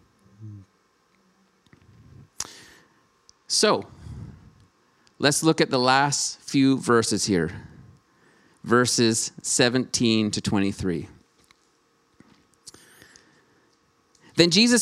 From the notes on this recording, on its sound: Streamed on November 7, 2021 at THRIVE Church Vancouver, Canada. Church Online is a community based in Greater Vancouver Area.